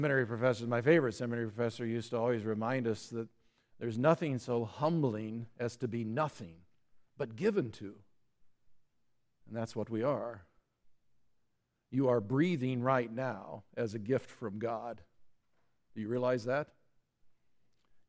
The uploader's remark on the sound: Listen to the service on the Parable of Great Banquet at Grace Evangelical Lutheran Church, Lexington, MO.